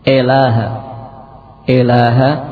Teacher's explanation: Berikutnya membaca imalah pada hamzah sehingga menjadi ilaha, ilaha.